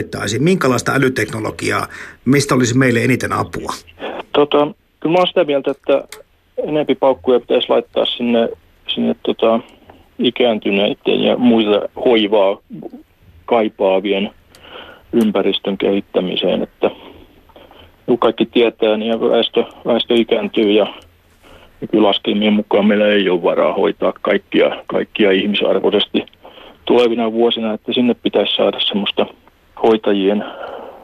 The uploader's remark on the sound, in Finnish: Puhelimessa on Tampereen teknillisen yliopiston elektroniikan ja tietoliikenteen professori.